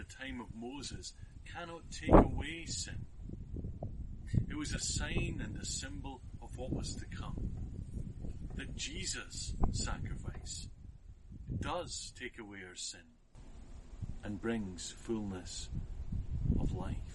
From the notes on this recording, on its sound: this sermon was recorded outside and suffers from some wind noise.